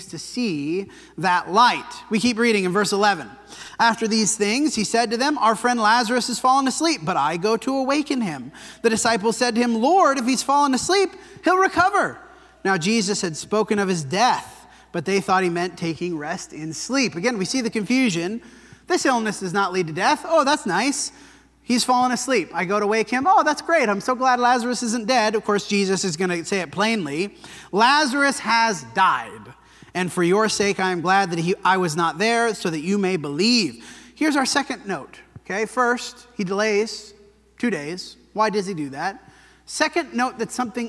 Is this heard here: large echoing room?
yes